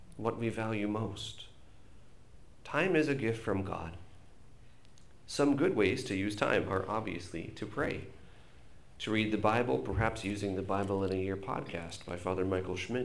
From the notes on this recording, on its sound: This is a recorded homily